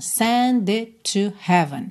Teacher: It termina em T, to. Começa em T, você junta num T só.